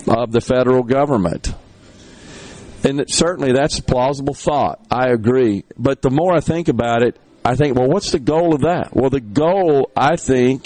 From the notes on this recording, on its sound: MidDays is LIVE from Itawamba Community College in Fulton as they celebrate their spring Graduation.